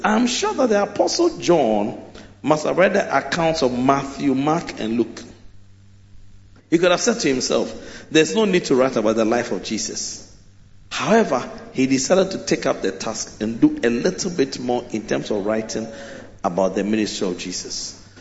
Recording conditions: large echoing room